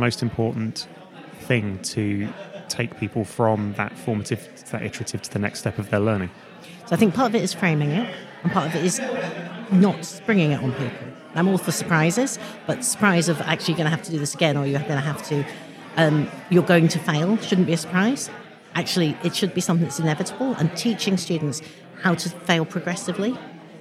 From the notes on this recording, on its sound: It’s the first in our very, very late miniseries recorded at the Playful Learning 2023 conference!